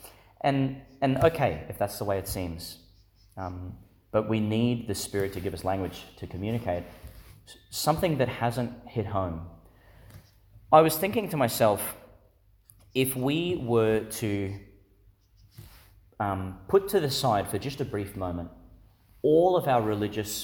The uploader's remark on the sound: Homily for Pentecost Sunday, delivered in St Agnes Church, Agnes Waters, Qld.